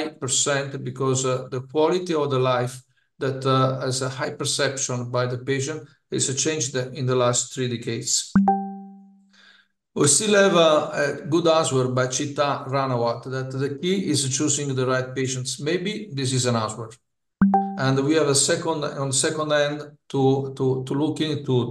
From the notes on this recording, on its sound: This is the AUDIO REPLAY of the recent ISAKOS/ESSKA Webinar